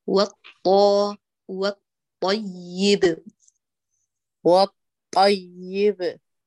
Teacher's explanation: فخم الطاء حتى ما تقلب تاء